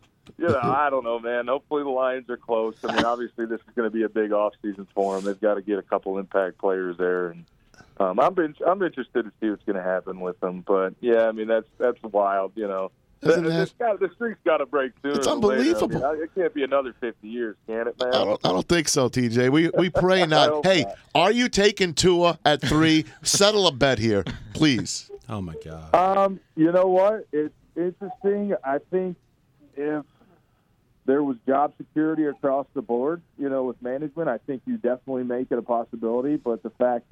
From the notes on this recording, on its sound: joins the conversation over the phone